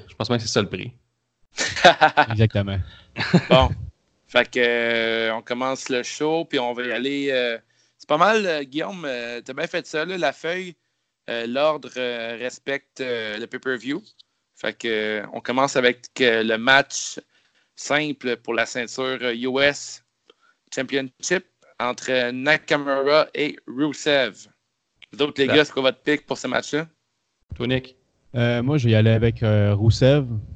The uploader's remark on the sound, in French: Les gars de CJDLL se sont jasés via skype.